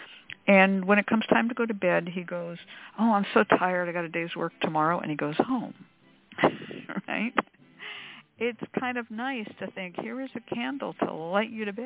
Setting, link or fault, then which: link, phone line